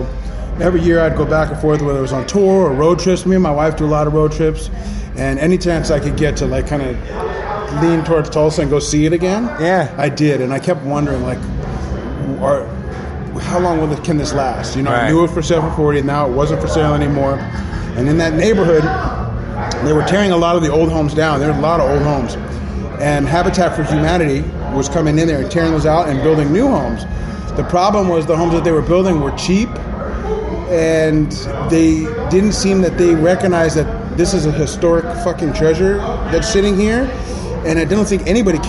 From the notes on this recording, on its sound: Live from Philly. At The Voltage Lounge in Philadelphia.